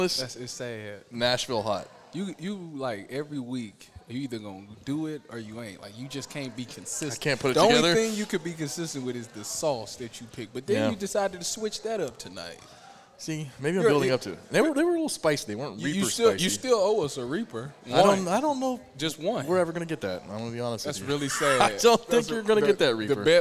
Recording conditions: busy venue